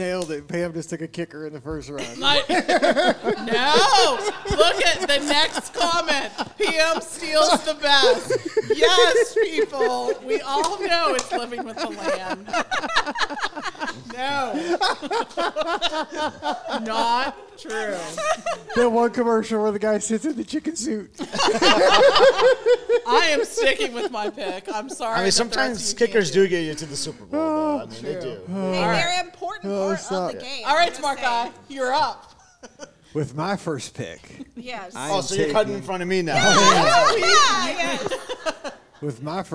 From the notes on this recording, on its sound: 6-Hour Live Show From Give Kids The World Village. We have another show from back in September that never aired that we recorded Live at Give Kids the World! Recorded at Give Kids the World Village in Kissimmee, Florida.